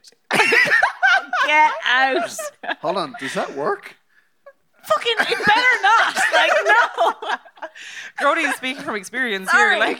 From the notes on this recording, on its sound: Motherfoclóir Beo was recorded in front of a live audience in the Maynooth Students' Union Venue as part of Seachtain na Gaeilge 2019.